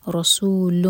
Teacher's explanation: را ہیوی سین پر سیٹی والی آواز